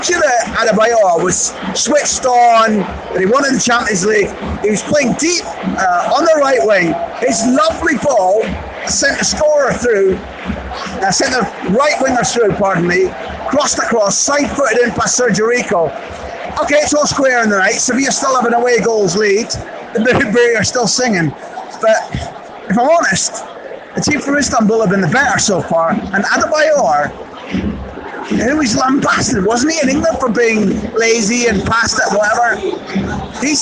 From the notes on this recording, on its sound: Live from Sevilla's rocking Ramón Sánchez Pizjuán stadium. My live take on the action as it unfolded* After-match reaction from the mixed zone.